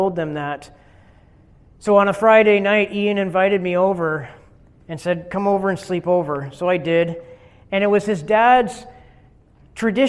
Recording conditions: large echoing room